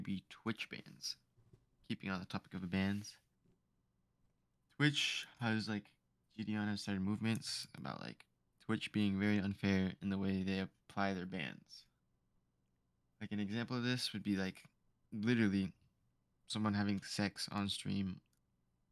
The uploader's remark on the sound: Our mics aren't mixed properly, thats on me.